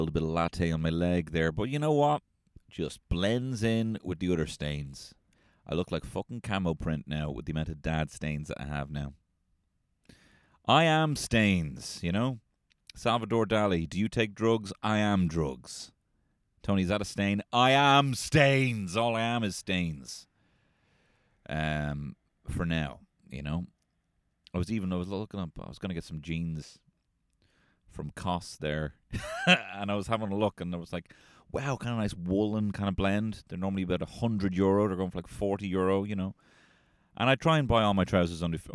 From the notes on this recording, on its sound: LIVE from the car!